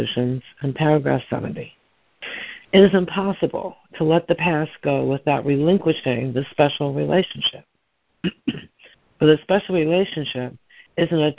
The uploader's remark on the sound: ACIM Daily Conference Call